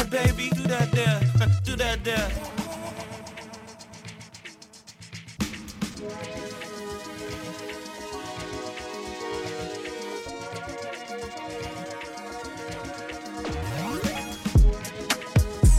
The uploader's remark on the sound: Wrapping up the And What Summer Series live from Grow.